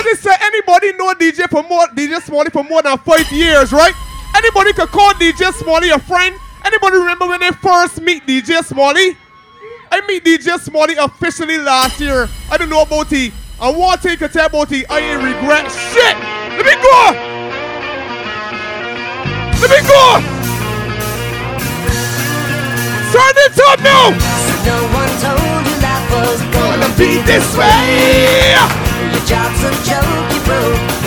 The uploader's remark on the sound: Live audio from my Birthday Cruise 'Jamboree' 2023